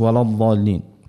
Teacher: ما لازمناش نفخموا اللام هذيك، ما تخليش الضاد تاثر على اللام، قولوش ولض ضالين.